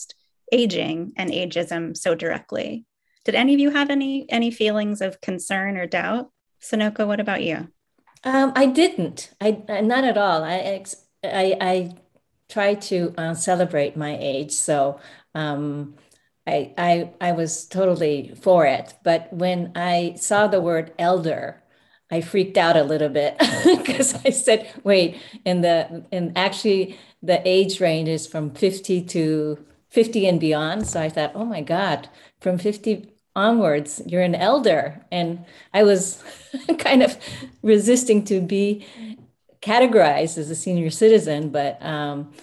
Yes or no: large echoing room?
no